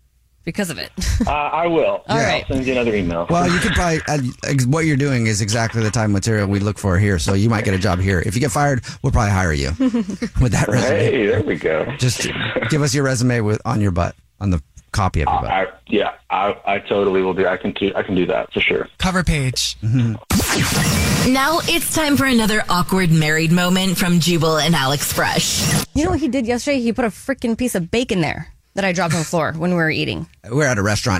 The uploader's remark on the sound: The man on the phone has a Dirty Little Secret that involves his work!